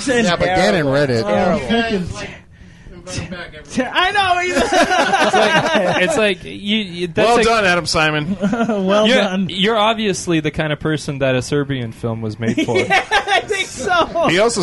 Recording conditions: busy venue